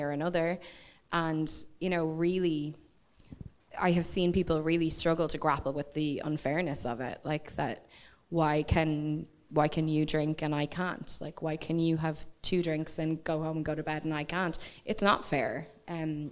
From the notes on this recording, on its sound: this episode was live at the Bernard Shaw